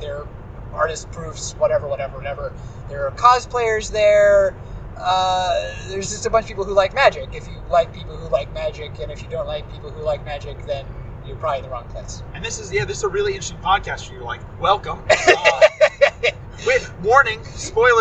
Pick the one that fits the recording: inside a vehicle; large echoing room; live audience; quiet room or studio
inside a vehicle